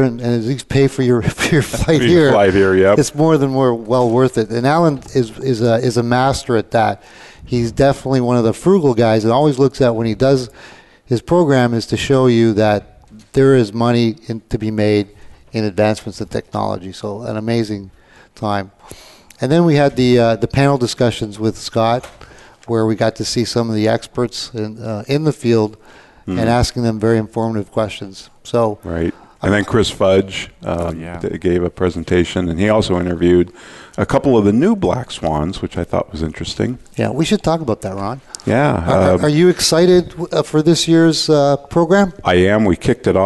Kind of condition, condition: setting, busy venue